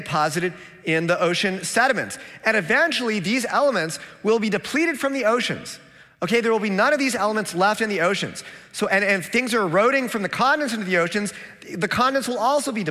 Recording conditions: live audience